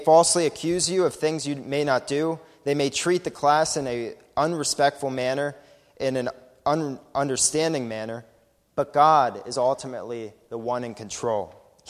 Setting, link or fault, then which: setting, large echoing room